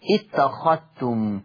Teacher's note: قرأ ورش بإدغام بعض الحروف منها الذال الساكنة في التاء المتحركة